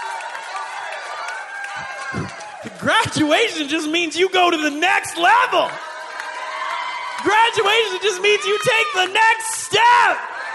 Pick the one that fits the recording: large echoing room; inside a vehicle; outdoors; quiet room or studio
large echoing room